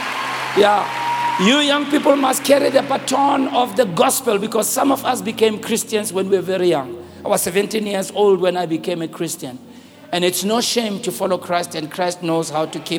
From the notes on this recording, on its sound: preached at the Good Friday Celebration 2022, hosted at Grace Bible Church Pimville